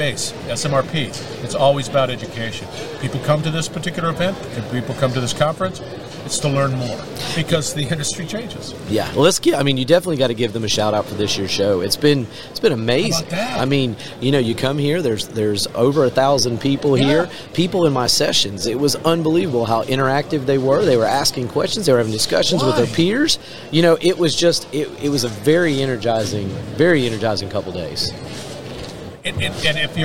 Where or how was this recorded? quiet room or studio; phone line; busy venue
busy venue